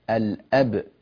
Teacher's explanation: هو الأبتر، لا تقل هو الأبتر، أبتر هكذا صارت الباء مائلة للكسر